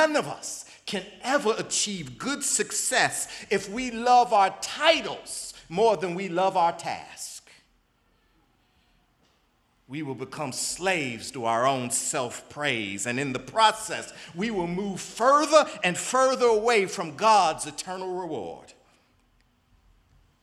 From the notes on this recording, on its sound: in the Memorial Church at the Knafel Center